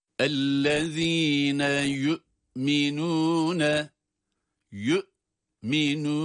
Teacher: Buradaki hemzeyi, sesi çıkarıyoruz ama geriye düşen bir hareke ile ses devam etmiyor. Orada hapsoluyor ses. · Term: cezimli bir hemze